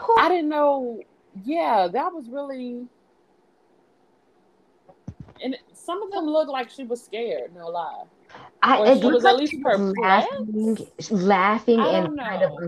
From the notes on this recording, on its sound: Glitchy AF, apologies